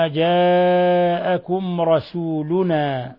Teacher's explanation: ميم ساكنة جاء بعدها الراء، حكم التجويد إظهار شفوي